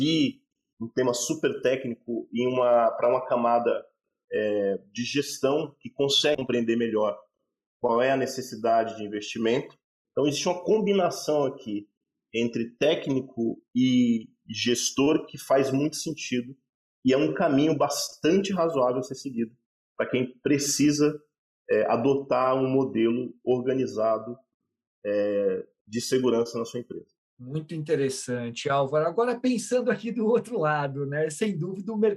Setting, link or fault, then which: link, video call